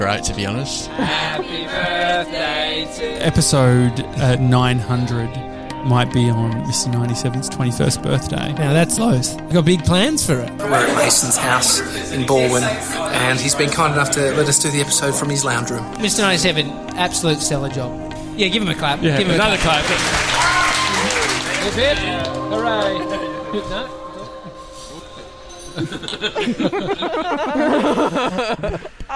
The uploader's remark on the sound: We're live from Edinburgh Gardens.